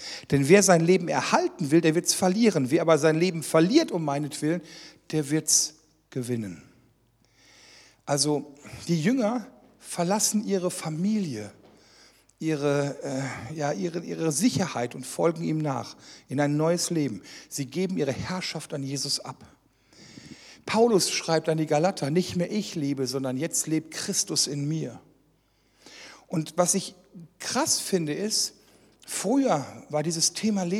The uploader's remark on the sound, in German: Teil einer Reihe, die während einer Jugendmitarbeiterschulung aufgezeichnet wurde.